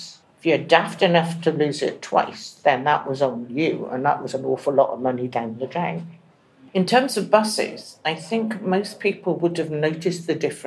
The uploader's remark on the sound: This episode was recorded live during the Transport Innovation Summit 2023 and, as a result, there may be background noise present throughout the discussion.